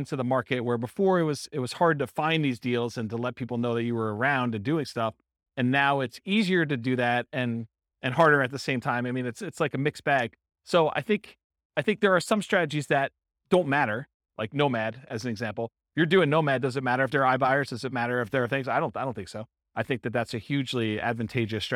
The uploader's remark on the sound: This was a live class recorded